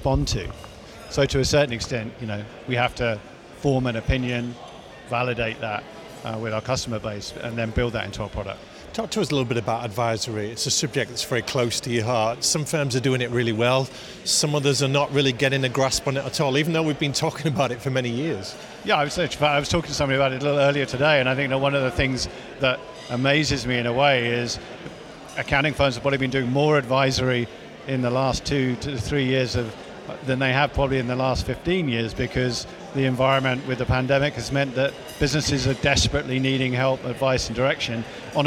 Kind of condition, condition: setting, busy venue